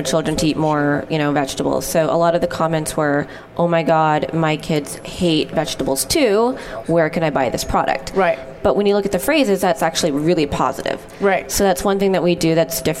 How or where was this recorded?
busy venue